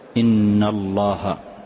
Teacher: غنها بمقدار حركتين اثنتين لا تزد، فتقول إن الله، ما تقول إن الله، لا، فقط بمقدار حركتين، لأن الشدة عبارة عن حرفين. · Term: غنة